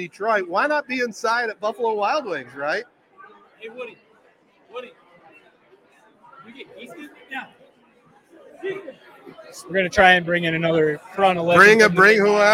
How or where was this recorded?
busy venue